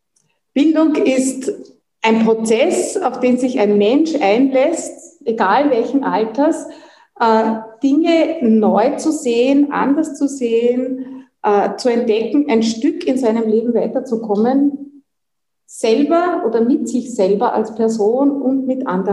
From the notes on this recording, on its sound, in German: bei der kbw-online-Tagung "Hoffnung, Wandel und Wunder in Krisenzeiten"